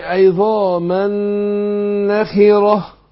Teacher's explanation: نون التنوين في النون اللي بعدها بقت نون واحدة عِظَامًا، فلذلك إن حطيت لك إيه مشدد لك النون بتاعت نخرة عشان إيه فيها تشديد، فبنديها قلنا إيه حركتين عظاما نخرة هكذا. · Term: إضغام